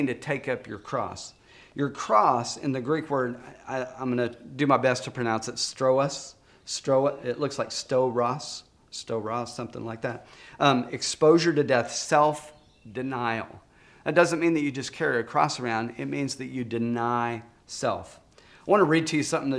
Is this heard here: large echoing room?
yes